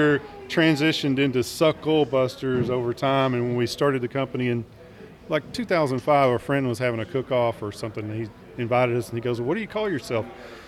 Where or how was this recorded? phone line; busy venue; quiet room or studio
busy venue